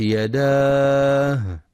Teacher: ينتبه القارئ لإظهار الهاء وهمسها في كلمة يداه خاصة عند الوقف عليها